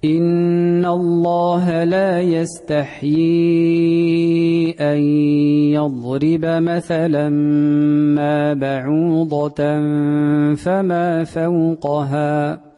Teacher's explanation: هذا قالون على وجه توسيط المنفصل